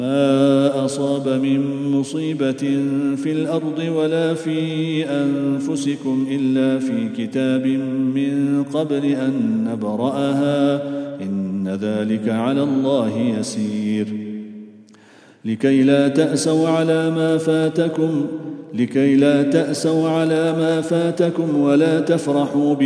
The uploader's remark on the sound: at the Houghton Masjid (West Street)